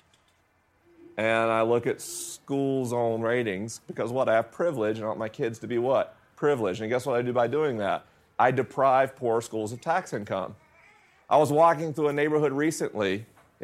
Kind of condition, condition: setting, live audience